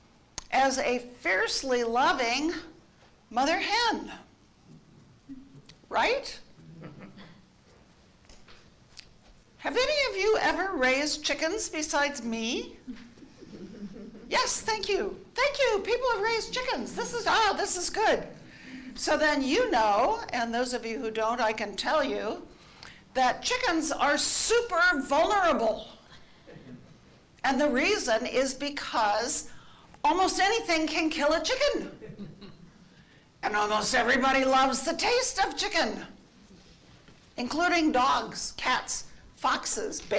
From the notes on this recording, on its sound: Each weekly podcast episode is a live recording from our church in San Jose, California of the Gospel reading followed by an Episcopal Sermon based on that reading.